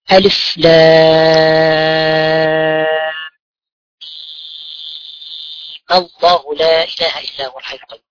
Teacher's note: مددت الميم بمقدار 6 حركات مع الفتح، لم أكسر الميم، لم أقل ميمي ولم أضم الميم، وإنما فتحت الميم. هذا الوجه الأول عند الوصل.